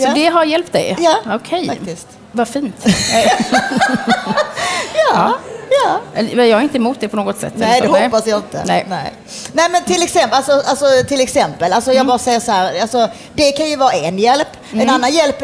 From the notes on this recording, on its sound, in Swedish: Live från DokuPodd 2017 på Fotografiska